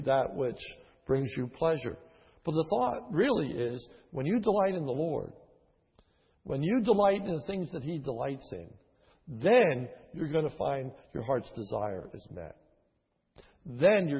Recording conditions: large echoing room